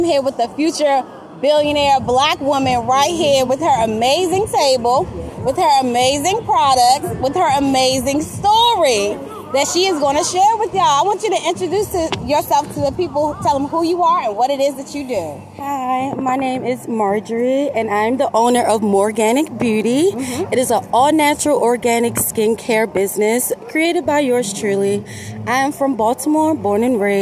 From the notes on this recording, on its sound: We are live at 365 IN HIS HANDS Vending Event highlighting local businesses right here in the DMV!